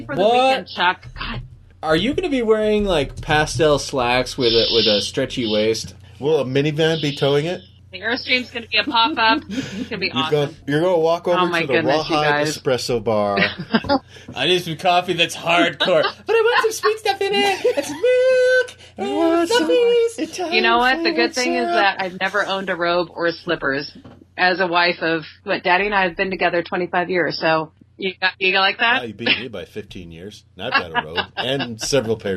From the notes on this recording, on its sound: We do a call in show